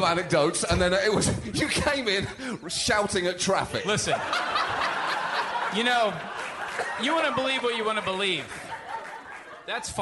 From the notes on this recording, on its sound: HARMONTOWN Live at Largo Coronet Theatre